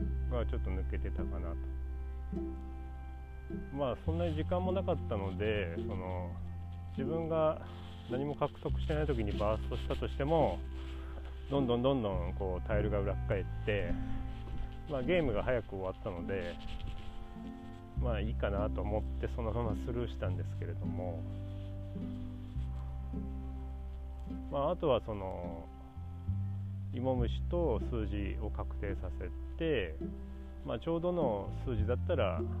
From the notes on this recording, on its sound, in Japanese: 外での収録なので自然の音が入ってます